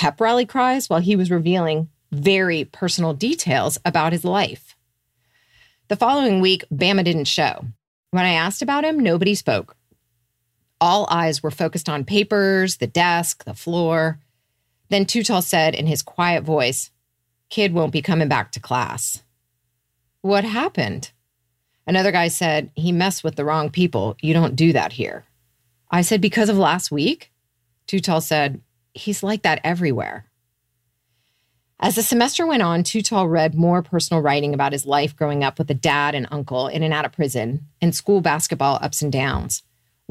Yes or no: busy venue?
no